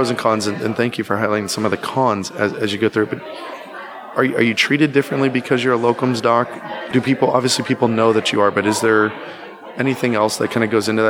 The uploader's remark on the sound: Live on the floor of FinCon, we discuss doing locums work for a healthy side income.